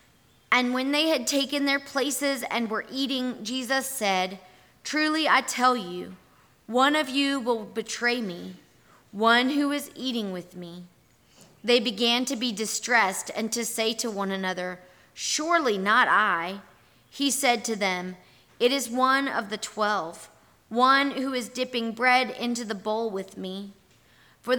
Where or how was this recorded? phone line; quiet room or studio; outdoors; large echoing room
large echoing room